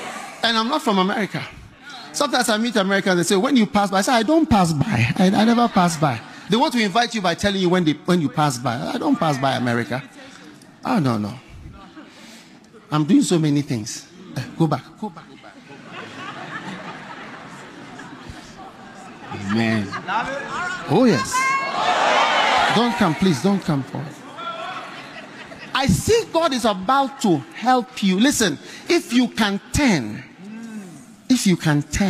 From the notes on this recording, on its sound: Preached at the Action Conference 2023, Zimbabwe.